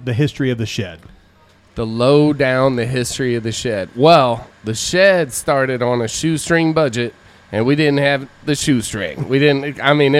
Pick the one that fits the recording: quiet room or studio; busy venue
busy venue